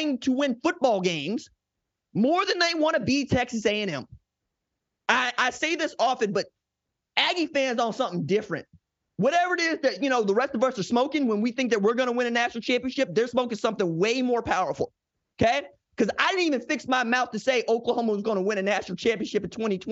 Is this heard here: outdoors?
no